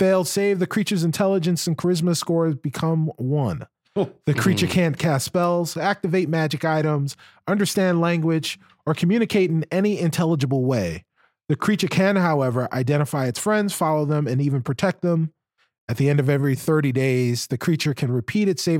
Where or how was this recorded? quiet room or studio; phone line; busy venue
quiet room or studio